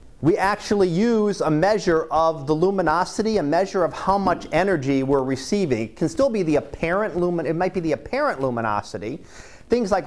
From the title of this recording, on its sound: Live Class Lecture